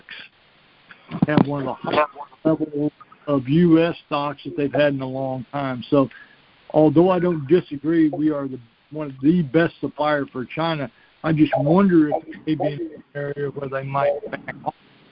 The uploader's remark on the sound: Monthly Cotton Conference Call.